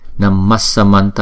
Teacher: theo luật thì chúng ta sẽ chuyển cái chữ Visarga này thành chữ S luôn, để chúng ta đọc cho nó trơn tru trôi chảy